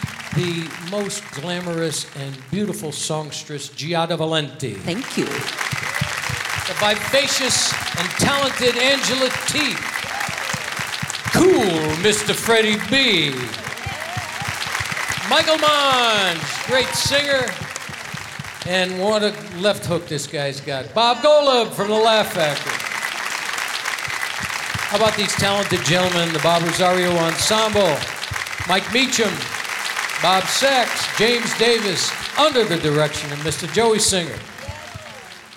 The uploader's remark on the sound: Live at the SouthPoint Casino